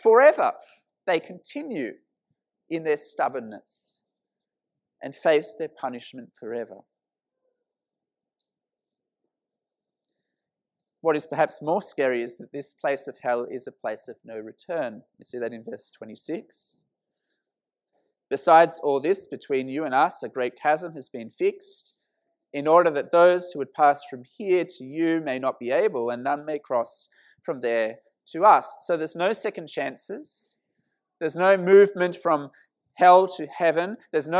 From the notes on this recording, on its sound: This sermon was preached at St Mary's Cathedral, KL on 2nd September 2018.